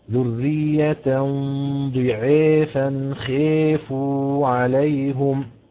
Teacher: الإمام حمزة بيميل كلمة ضعافا، طبعا الألف اللي فيها